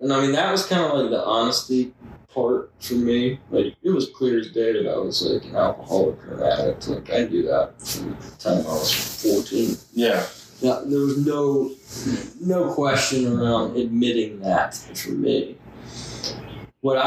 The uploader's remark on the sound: We did experience microphone issues during the recording, so the quality is lower than usual.